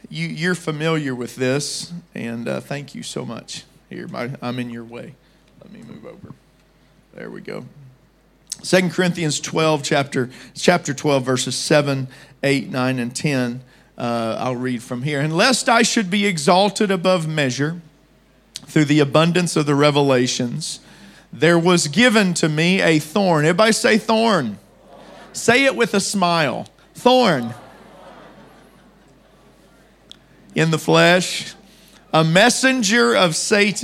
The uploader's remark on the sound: Preached at Deep Calleth Deep Conference 23, 6 December Morning Service.